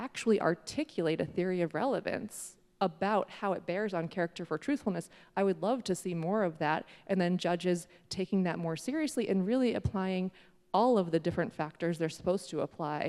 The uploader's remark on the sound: This episode was recorded live at a Connecticut Public Interest Law Journal symposium at UConn School of Law.